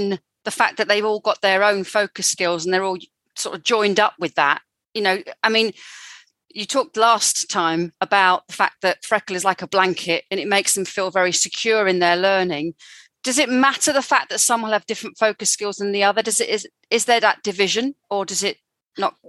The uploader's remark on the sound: This episode is an edit of a live webinar and therefore will contain references to images and other resources throughout the episode.